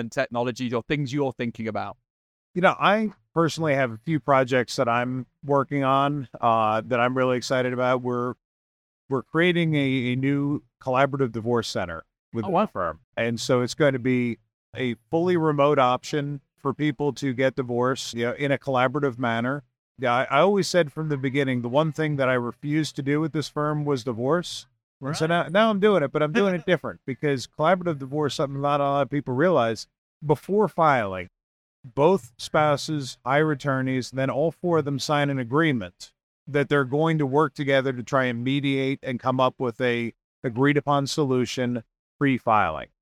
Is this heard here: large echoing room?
no